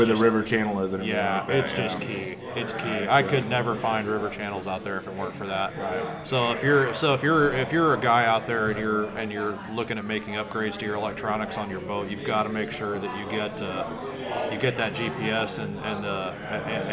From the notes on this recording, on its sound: records another mobile podcast at a Cross Water Outfitters fishing ministry event